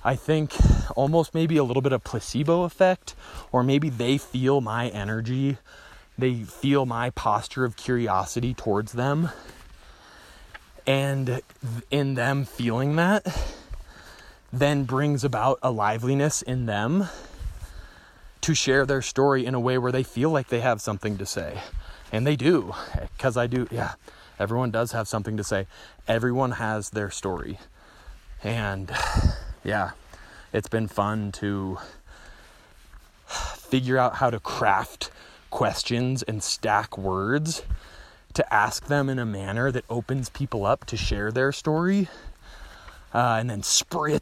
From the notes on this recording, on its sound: No script, just speaking to what is alive, while walking and talking, into the voice memo app on my trusty ole iPhone 6.